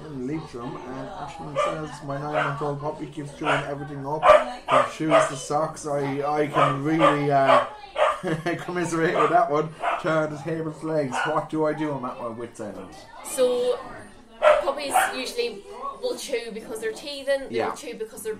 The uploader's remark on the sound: LIVE from the Puppy Party at Treaty Vets Limerick. Coming to you LIVE from Treaty veterinary Clinic in Limerick.